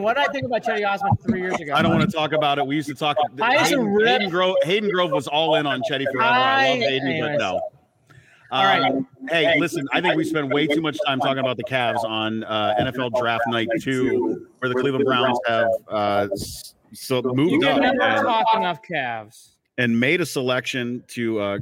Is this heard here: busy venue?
yes